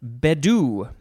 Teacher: I think the emphasis is on the first syllable.